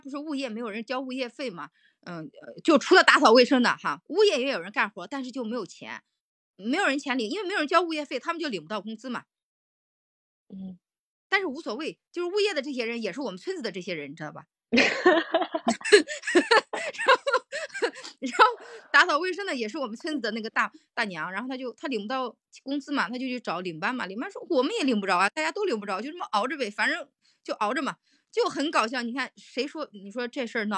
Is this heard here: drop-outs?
yes